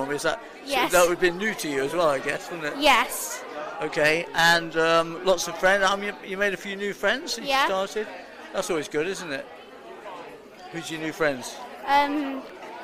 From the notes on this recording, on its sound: This episode was recorded at Leicester’s de Montfort Hall on the evening of March 5th 2022 when a special event took place, organised by Drum and Brass.